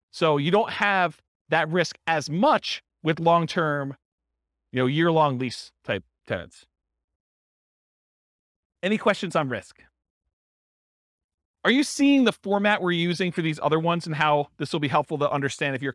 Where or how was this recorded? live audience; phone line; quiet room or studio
live audience